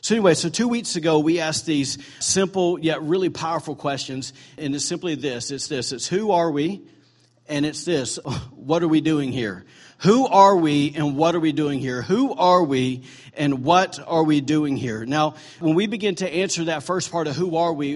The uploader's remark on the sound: recorded on Sunday, December 3, 2017, during morning services at Celebration Life Family Church